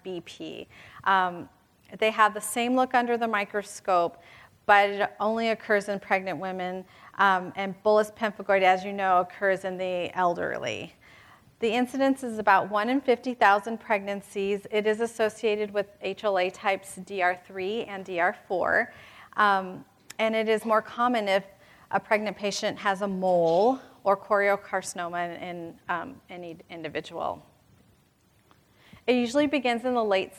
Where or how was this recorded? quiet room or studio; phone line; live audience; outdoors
live audience